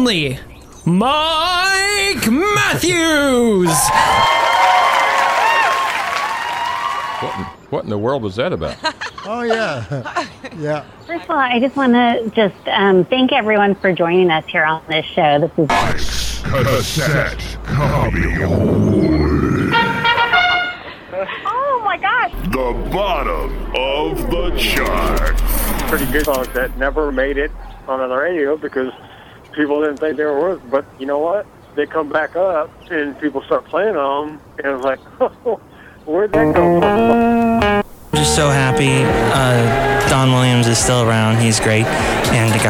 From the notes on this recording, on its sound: podcasts live from Café Anyway